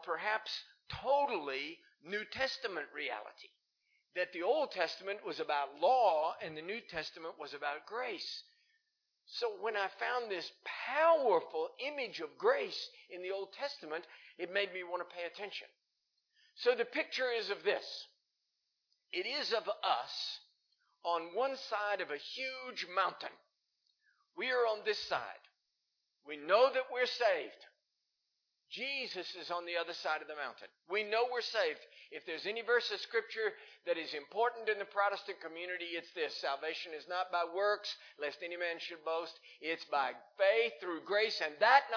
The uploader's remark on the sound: Recorded live in Liberty Church in 2019